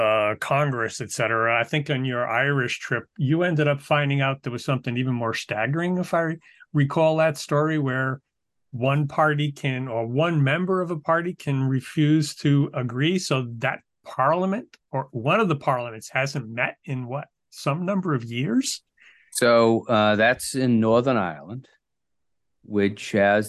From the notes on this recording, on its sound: via the Zoom conference bridge